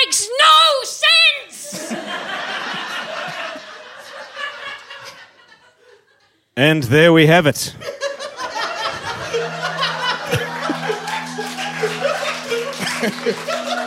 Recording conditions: live audience